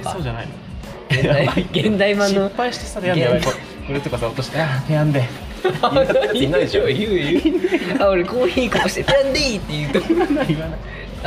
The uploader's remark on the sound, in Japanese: マクドナルドでのテスト収録。